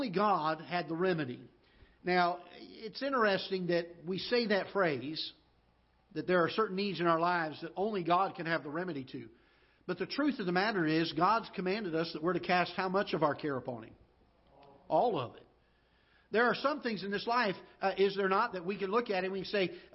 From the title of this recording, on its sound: Ketha Heights Baptist Church ~ Live Broadcast